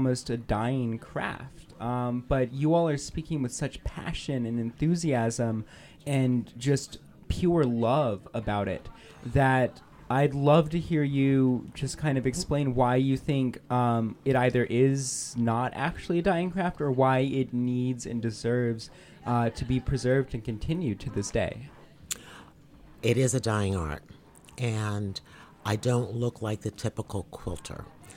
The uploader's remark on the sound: Recorded at the Virginia Folklife Apprenticeship Showcase